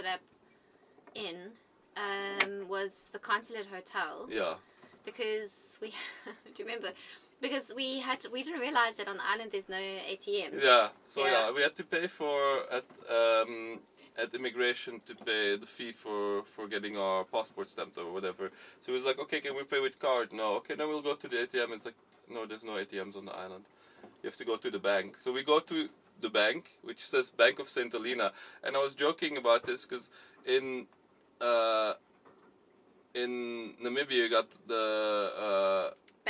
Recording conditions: inside a vehicle